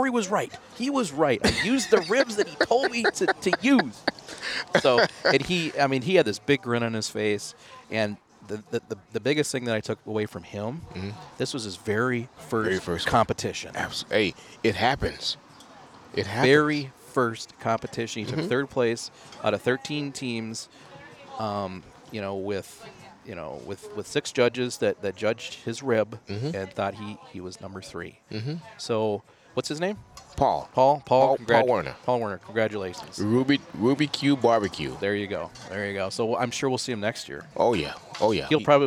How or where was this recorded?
busy venue